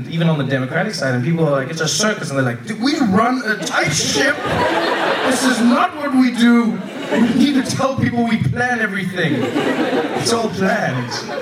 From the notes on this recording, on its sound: Recorded live at the 2016 Vulture Festival.